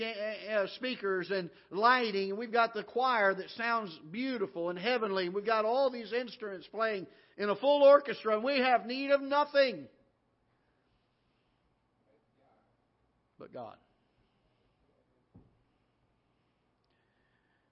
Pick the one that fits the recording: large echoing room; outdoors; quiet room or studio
large echoing room